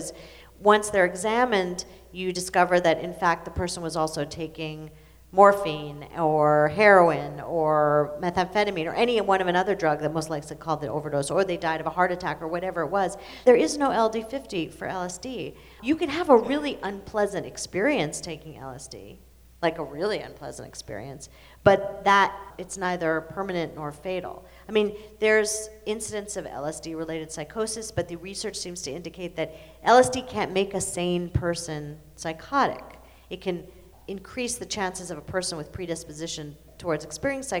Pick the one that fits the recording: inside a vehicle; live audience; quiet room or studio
live audience